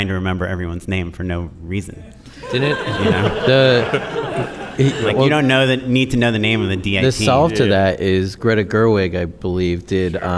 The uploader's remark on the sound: Just Shoot It LIVE! Q&A Bonus Episode